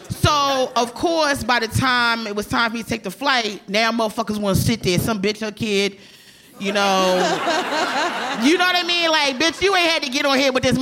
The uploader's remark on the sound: Recorded live at The Bell House in Brooklyn.